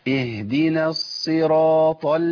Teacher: ما جبتش صاد، ما جبتش صادين كده، لازم اريح على الصاد المشدده عشان اجيب الساكن بتاعها · Term: صاد مشدده